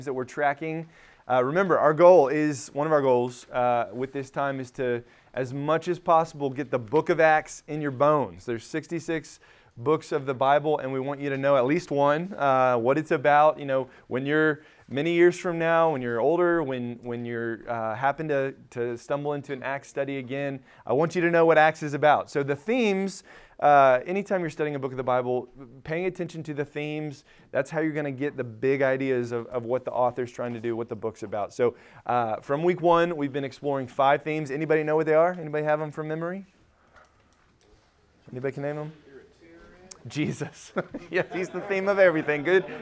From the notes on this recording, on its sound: Recorded at Emmaus Church in Buford, GA.